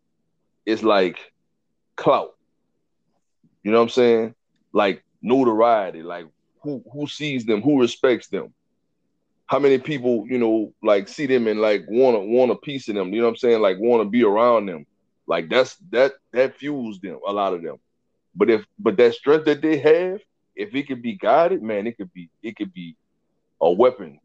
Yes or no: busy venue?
no